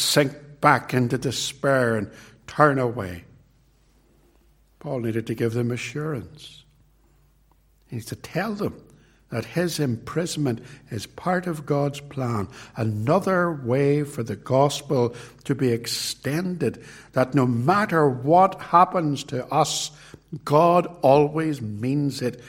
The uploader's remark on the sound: This sermon was preached at Ballymacashon Congregational church, and at Templepatrick Reformed Church. It was recorded at Templepatrick.